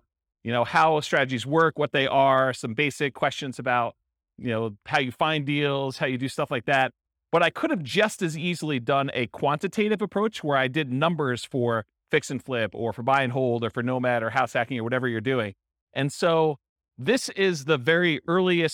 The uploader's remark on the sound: This was a live class recorded. Burlington, Vermont.